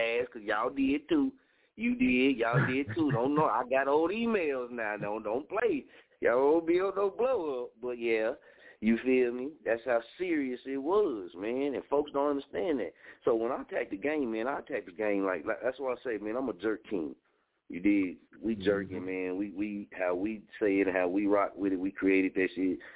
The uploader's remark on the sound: Tonight show we gone open the lines up for you to call in and POP YOUR WORK!